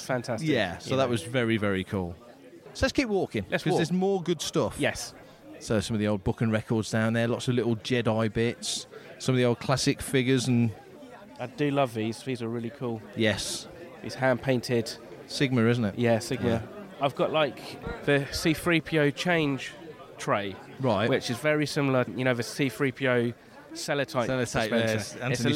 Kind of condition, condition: setting, busy venue